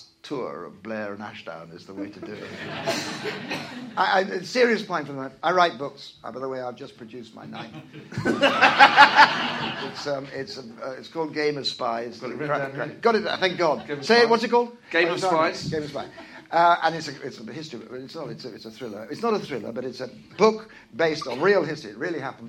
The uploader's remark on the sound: joined on stage this month